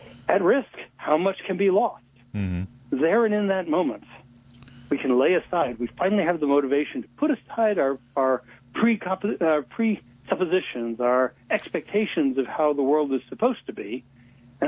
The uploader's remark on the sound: we speak by telephone